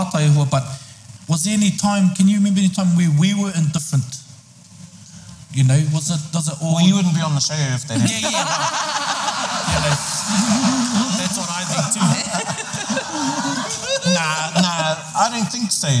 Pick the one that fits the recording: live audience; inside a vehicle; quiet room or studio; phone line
live audience